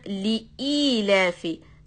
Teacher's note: There's a hamza in the middle right after li. So it's not li'ilafi, it's li'ilafi.